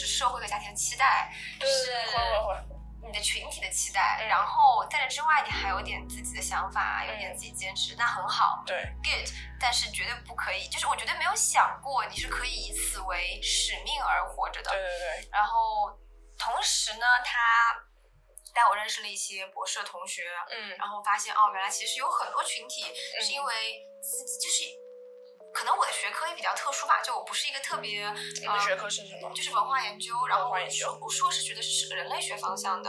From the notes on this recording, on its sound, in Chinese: 这是我录制的第二期播客，在技术上我遇到了一些难题。虽然剪辑了三遍，但是声音效果还是有很大的提高空间。